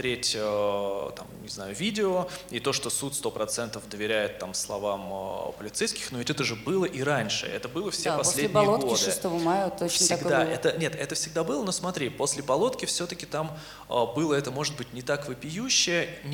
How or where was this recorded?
live audience